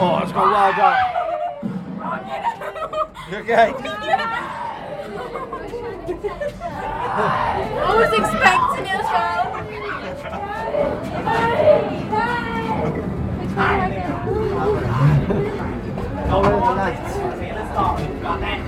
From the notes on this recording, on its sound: ScareTrack- Screamfest /On-location Review Episode 2023. ScareTrack visit Screamfest at the National Forest Adventure Farm in Burton.